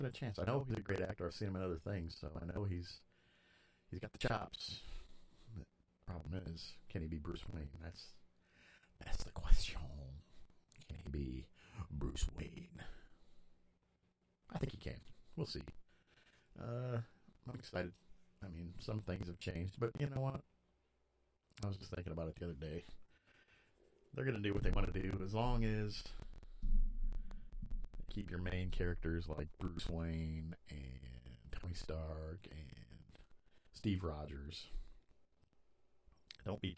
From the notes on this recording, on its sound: Sorry about the bad audio, still working on it.